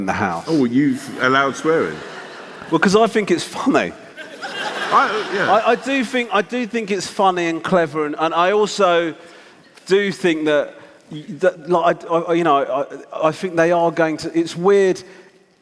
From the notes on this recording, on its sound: Live in London. At the Hammersmith Eventim Apollo.